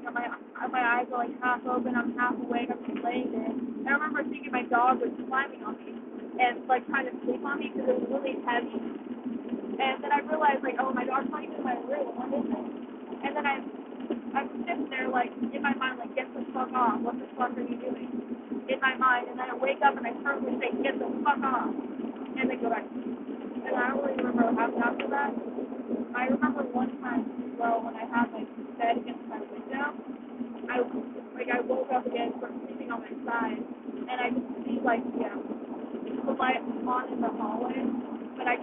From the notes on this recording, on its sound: Me and a group of friends driving back from my trip to the middle of nowhere in Auburn.